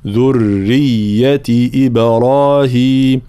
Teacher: طبعا انتباه إلى تحقيق حركات الكسر في بعض الكلمات مثل إدريس، إي صديقة، صي مع تفخيم الصاد، ثم الياء المشددة من ذرية، ذرية مع ترقيق الراء وبيان التشديد هنا في الراء وفي الياء، ذرية إبراهيم هكذا.